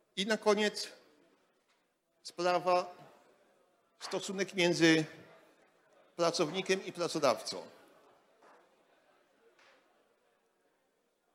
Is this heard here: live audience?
yes